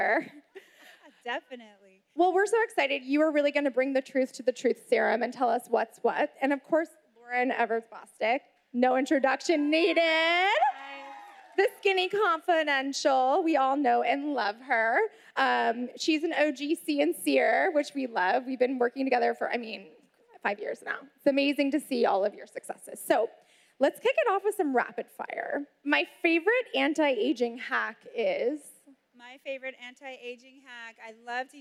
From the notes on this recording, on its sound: we pulled audio from the last Create & Cultivate event